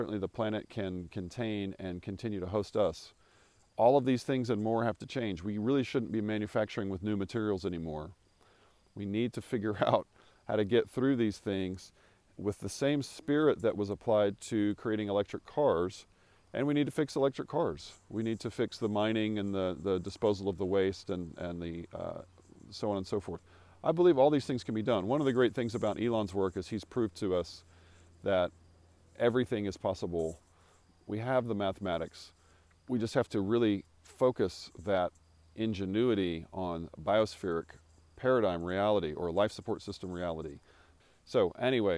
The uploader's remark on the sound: Recorded on a morning walk across a 3,000 acre pecan farm in West Texas about 100 miles from Jeff Bezos' recent launch into space.